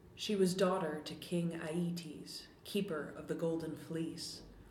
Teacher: the a vowel moving more to an air, and also a little bit more tension in the R consonant · Term: Chicago sound